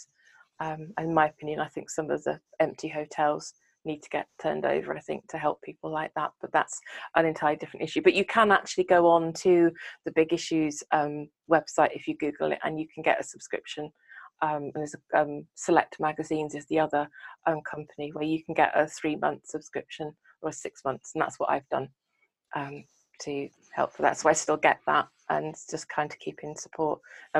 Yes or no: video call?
yes